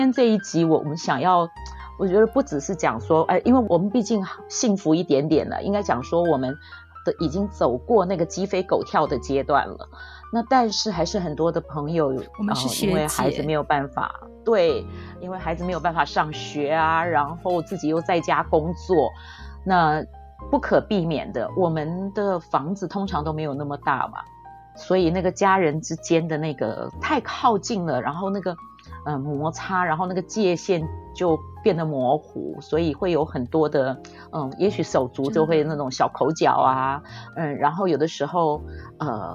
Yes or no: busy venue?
no